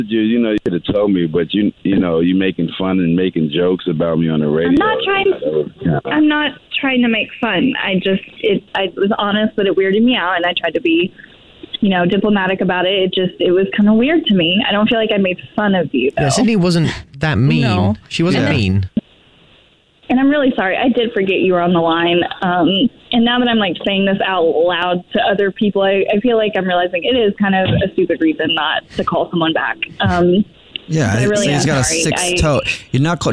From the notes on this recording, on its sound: We get that other person on the phone